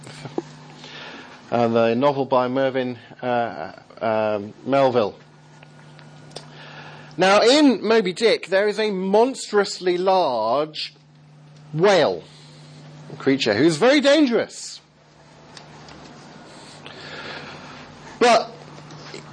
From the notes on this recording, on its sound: Second seminar given at the School of Missional Disciple-Making at Above Bar Church, Southampton